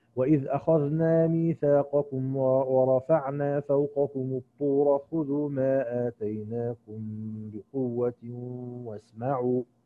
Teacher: هنقرأ الآن من الإمام قالون بسكون ميم الجمع على قصر المنفصل